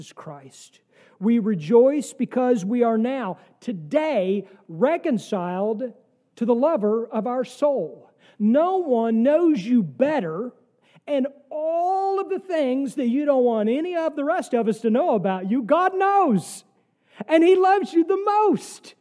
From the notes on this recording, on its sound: Sermon from our service on the second week of Advent, December 10, 2023.